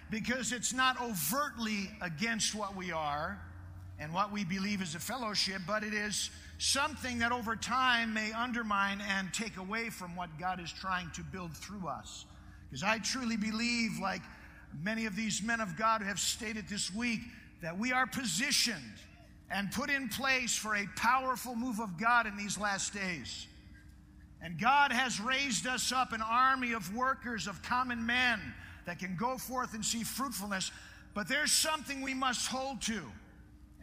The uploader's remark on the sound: Preached in Prescott Conference Jan.2009.